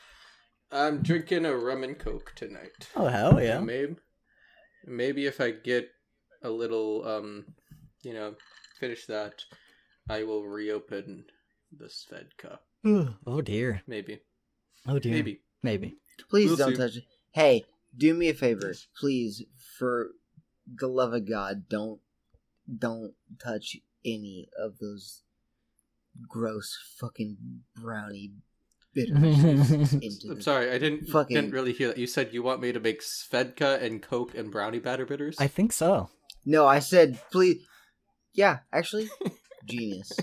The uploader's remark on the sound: There is a weird echo present throughout the episode so apologies for that